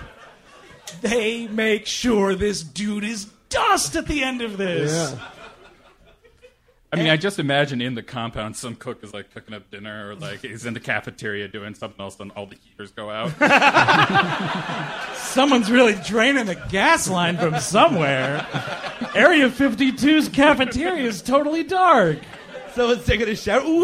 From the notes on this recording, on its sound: Recorded live at the Lily Pad in Cambridge, Massachusetts - March 21st, 2015